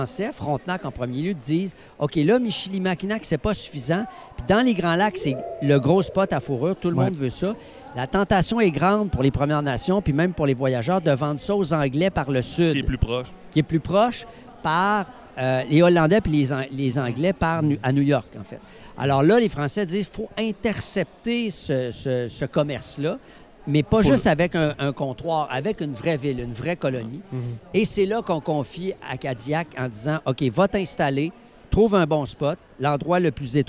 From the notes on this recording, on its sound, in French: En direct du Salon du livre de l'Abitibi-Témiscamingue